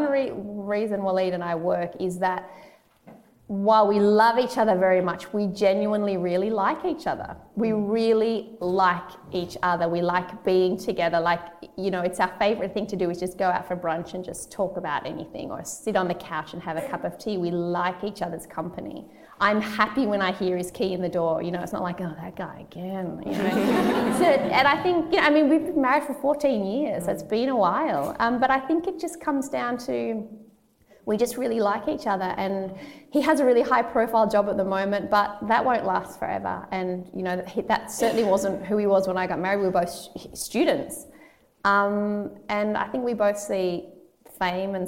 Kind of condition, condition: setting, live audience